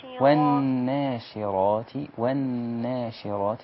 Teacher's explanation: رقق النون إلى أبعد حد